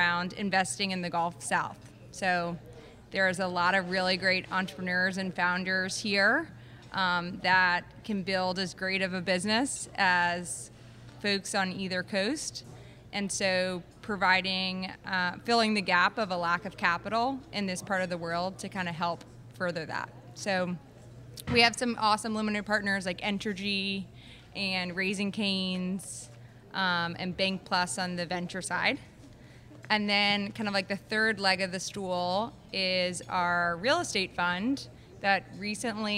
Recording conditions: busy venue